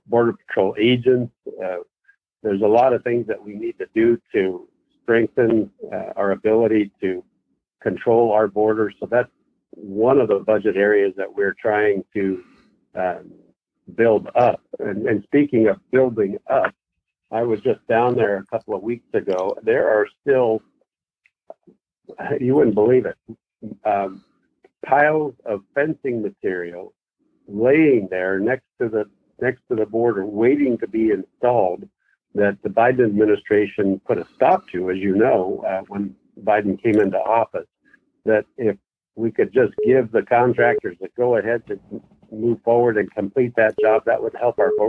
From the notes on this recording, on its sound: Weekly Call In Session.